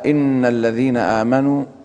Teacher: إن حرف مشدد، حرف أغن أو غن مشدد، مقدار الغن فيه حركتين